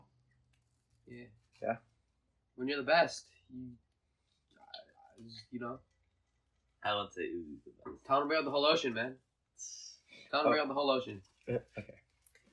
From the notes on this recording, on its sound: This episode was done at home over the summer, so the audio quality was not nearly as good as when I have a better studio to work.